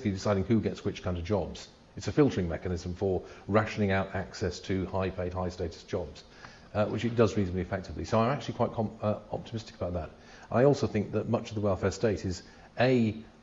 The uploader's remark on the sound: A recording of the Oxford Hayek Society meeting. Which took place in Christ Church, Oxford.